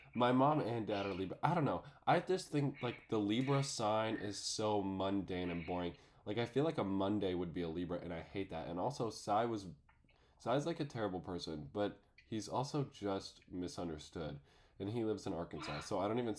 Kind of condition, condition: fault, poor sound quality